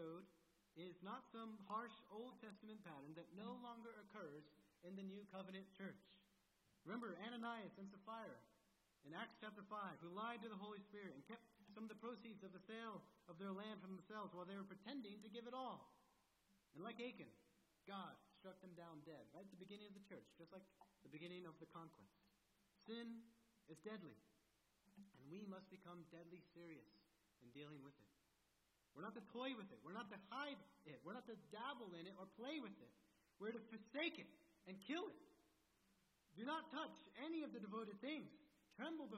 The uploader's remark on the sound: At First Baptist Church in Delphi, Indiana. Is an evangelical church in Delphi, Indiana.